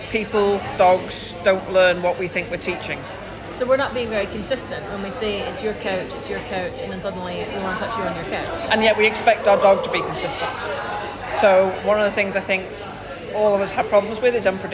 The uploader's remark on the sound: Please note there is a bit more noise than usual on the first part of this podcast - sorry! These episodes are recorded chats in Starbucks so may have more background noise than a usual podcast.